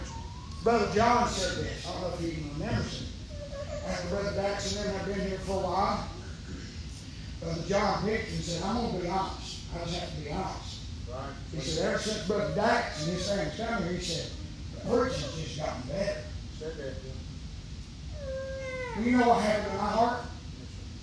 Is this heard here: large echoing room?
yes